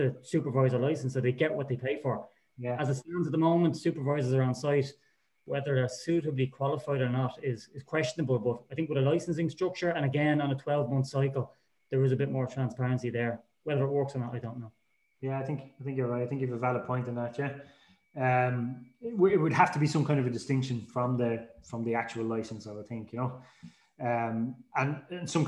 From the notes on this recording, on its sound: This week we have a recording of a webinar. There is also a short Q&A session at the end with a number of industry related questions.